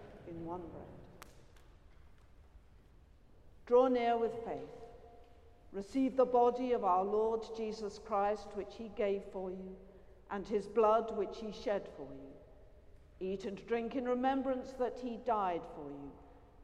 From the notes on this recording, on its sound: Has been collated from archive live music recordings together with prayers, sermon and readings for the appointed day specially recorded in church and in people's homes. This service is sung by our professional St Bride's Choir. It was not possible to pre-record this week's sermon.